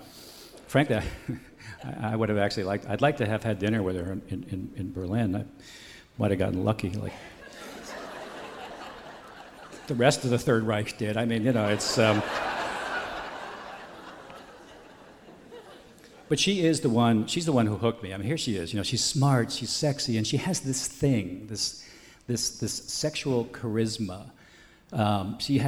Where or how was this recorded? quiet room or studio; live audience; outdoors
live audience